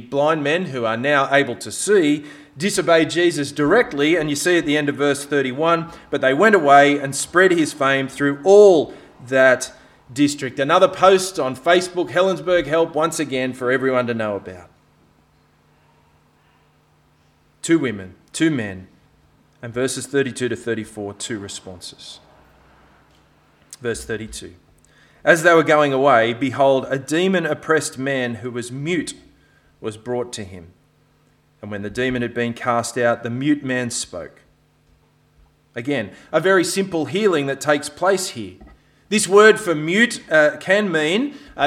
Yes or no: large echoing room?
yes